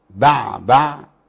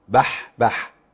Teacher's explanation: هي العين يبقى فيه جهر قطع نفس، الحاء يبقى فيه جريان نفس وفي اتصال